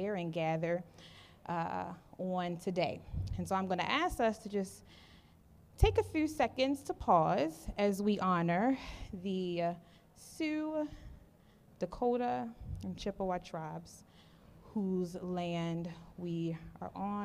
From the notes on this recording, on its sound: At this year's Forum on Workplace Inclusion, The Winters Group, Inc hosted a live podcast recording event